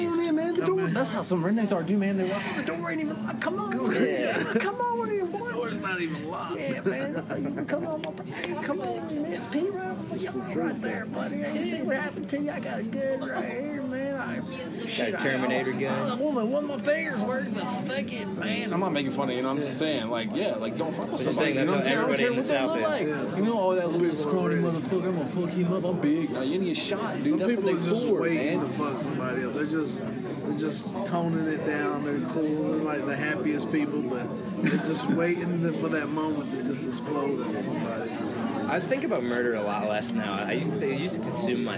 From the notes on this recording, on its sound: Sorry about the backround noise